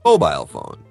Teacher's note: 对，所以它这里 mobile 这个重音其实就是在那个 M 上面的